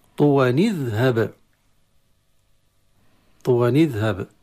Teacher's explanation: في هذه الحالة أن التنوين إذا التقى بساكن في كلمة التي بعدها فالتنوين أكسر